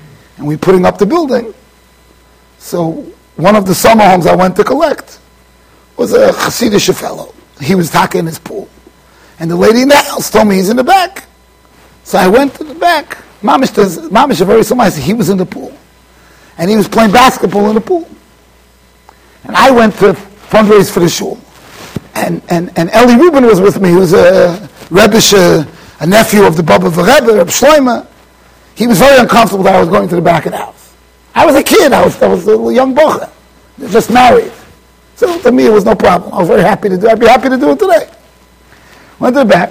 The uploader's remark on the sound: Shiur recorded in Yeshivas Ohr Reuven, Monsey NY.